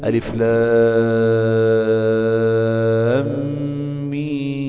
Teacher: الوجه الأول المد 6 حركات وده الأصل. أقول ألف لام ميم 6 حركات كاملة ده في حالة الوقف عليها.